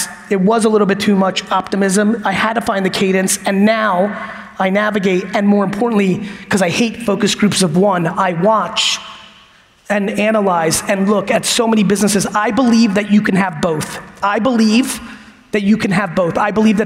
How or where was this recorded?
live audience